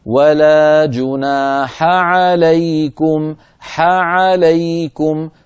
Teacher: فنعطي الحاء حقها من الهمس والرخاوة، ونعطي العين حقها من البينية ويعني وضوح الصوت ورجوع لسان المزمار كما هو معروف في مخرج